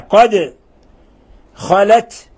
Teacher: لاحظوا التاء ساكنة فنهمسها